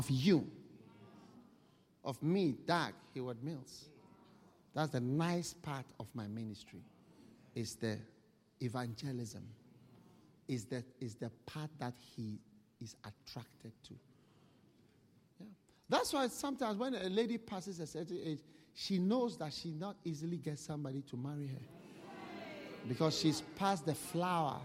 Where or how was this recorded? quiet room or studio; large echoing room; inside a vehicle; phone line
large echoing room